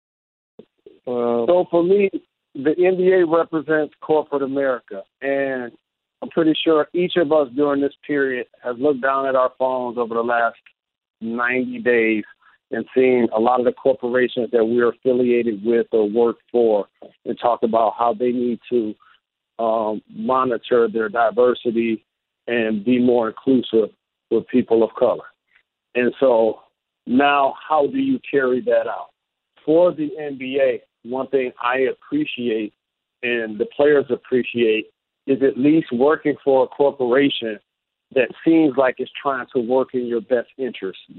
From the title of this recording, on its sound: NBA Conference Call